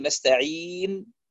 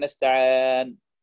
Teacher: الأخطاء التي تقع عند النطق بحرف الياء المدي، خلط صوته بشيء من الألف مثلا، وذلك بسبب عدم رفع وسط اللسان بالمقدار المطلوب · Shown in: second take